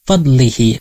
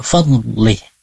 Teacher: Maka kalau misalkan bertemu dengan mad silah qasirah, maka kita baca seperti membaca matabi'i. Dan ketika kita mau diwakafkan, jangan dibaca fadlihi, tapi jadi fadli · Shown in: second take